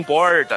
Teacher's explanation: aqui em São Paulo tem muito desse negócio de falar o R puxado